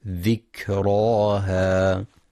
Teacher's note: وفي كلمة ذكراها ينتبه القارئ لهمس وشدة الكاف، هكذا ذكراها.